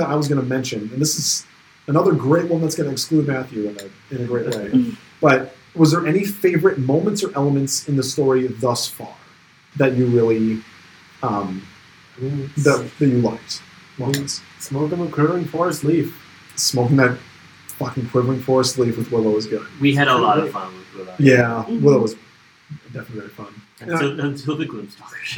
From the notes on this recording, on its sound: The auido quality wasn't all that great with this one. Who just happened to be at his house while we recorded there.